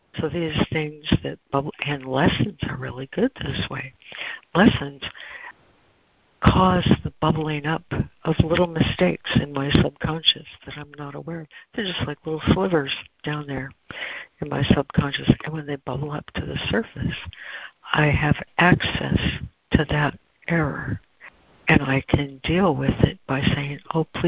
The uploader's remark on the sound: ACIM Daily Conference Call